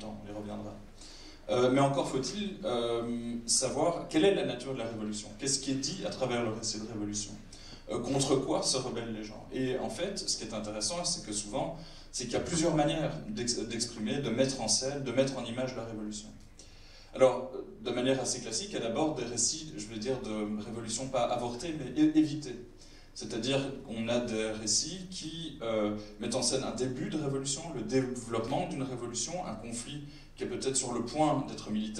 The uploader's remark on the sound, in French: Masterclass LDH au BIFFF 2017. Débat au Festival International du Film Fantastique de Bruxelles. Bozar.